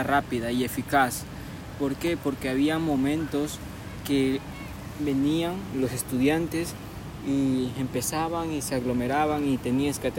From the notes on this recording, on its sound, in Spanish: Desde el río. Este episodio fue gravado desde un Río, que le dicen la "Bocana del Búa".